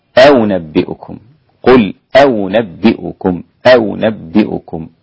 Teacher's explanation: تسهيل الهمزة الثانية مع عدم الإدخال · Term: التسهيل للثانية